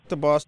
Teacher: the substitution of a stop sound, like a D